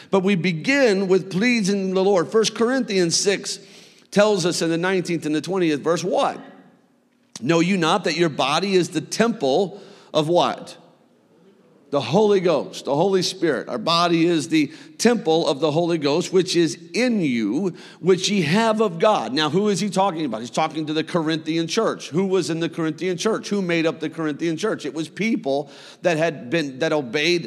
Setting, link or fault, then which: setting, large echoing room